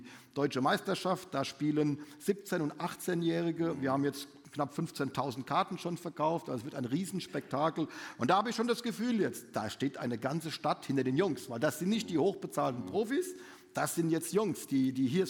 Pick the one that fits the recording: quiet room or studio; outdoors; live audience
live audience